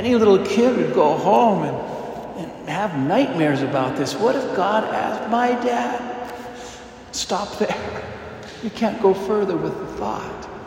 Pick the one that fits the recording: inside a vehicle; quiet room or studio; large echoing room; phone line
large echoing room